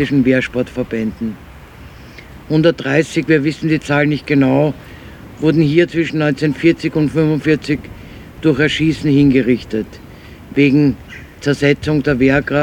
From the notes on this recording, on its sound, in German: 20. Gedenkveranstaltung für die Opfer der NS-Militärjustiz. Im Donaupark in Wien-Kagran. Ungeschnittene Aufnahme der Gedenkveranstaltung.